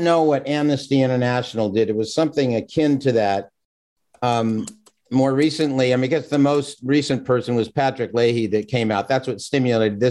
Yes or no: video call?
yes